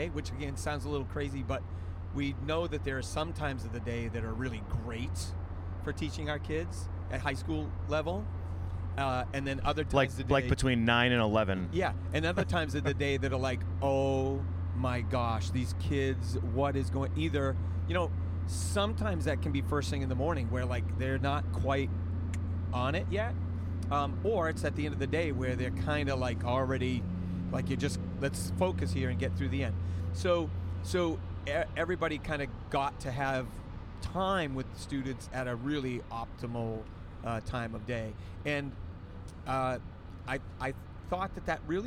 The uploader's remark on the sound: Two Band Directors in a Car. A great conversation from the car on the way to, and from and honors festival.